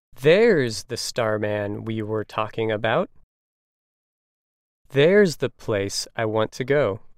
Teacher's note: you can hear that the emphasis is placed on there because it is acting as an adverb. It is giving information about the location or placement of the subject.